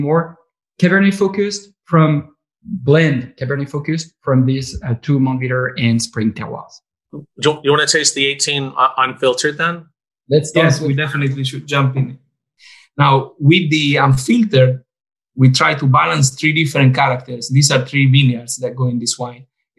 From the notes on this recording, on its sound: over Zoom